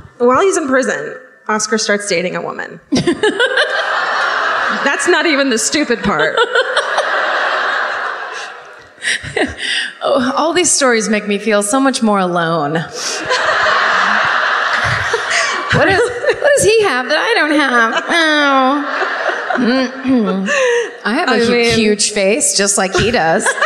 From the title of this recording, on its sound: Live at the Tampa Theatre in Tampa